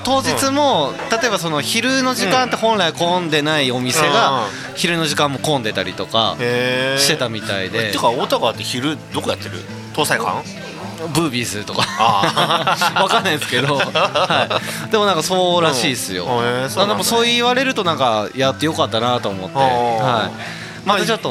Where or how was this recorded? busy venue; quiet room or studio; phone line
busy venue